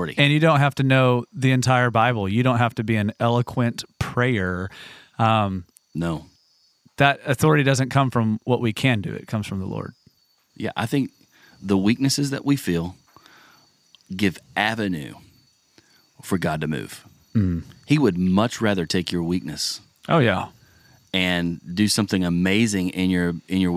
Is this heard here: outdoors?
yes